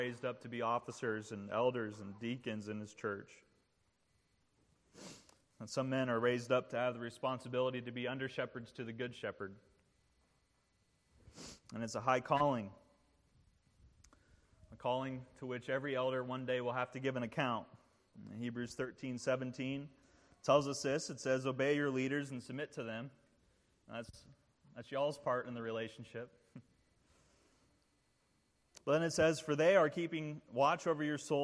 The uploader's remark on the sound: This sermon was preached at the installation service. As a Ruling Elder of Christ the King.